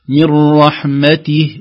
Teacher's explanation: فكأن التاء الثانية مع هائها فيها إمالة خفيفة جهة الفتح، من رحمته غير من رحمته وهكذا.